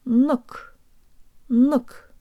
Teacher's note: If yours sounds like nuk, move your tongue further forward so you say the N with the tip of your tongue glued to your bottom teeth, right at the gum line, and be sure to stick your lips out.